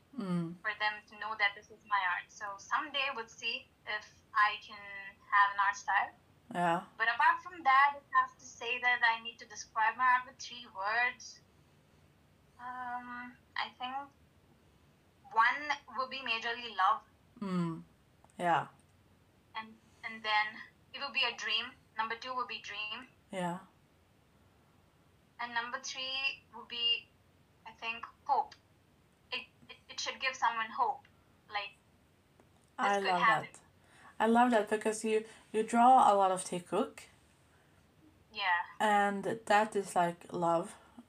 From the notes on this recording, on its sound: there was a few technical issues and I've tried to enhance the background recording as best I could